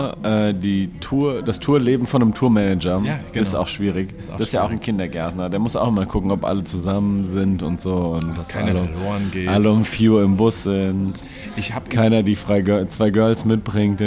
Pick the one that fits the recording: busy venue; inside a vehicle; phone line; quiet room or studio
busy venue